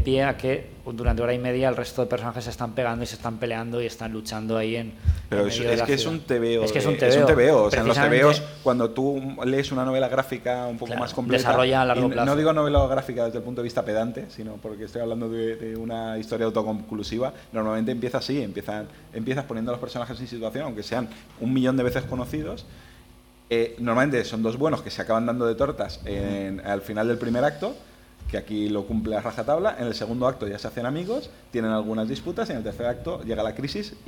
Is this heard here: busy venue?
yes